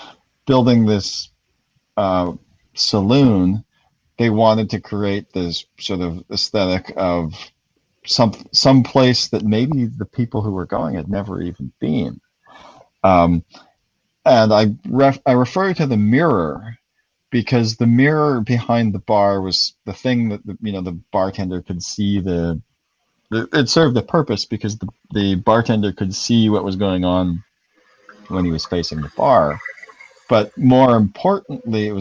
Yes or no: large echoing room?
no